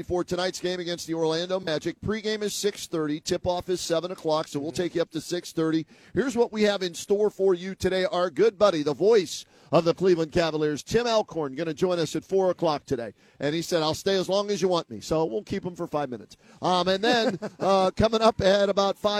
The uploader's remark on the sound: live from Rocket Mortgage Fieldhouse